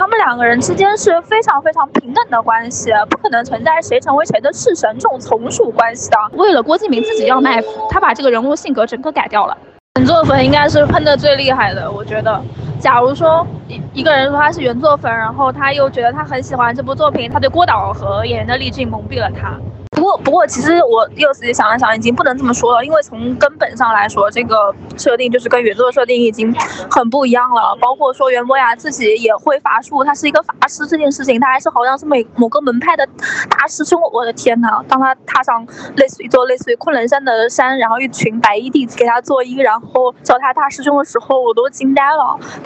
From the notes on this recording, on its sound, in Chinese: 受邀参加了12月16日《晴雅集》北京首映，在映后回家的地铁上充满激情的发来了这段一手吐槽！由于录制环境比较嘈杂，我们在后期处理之后仍有噪音，请大家谅解。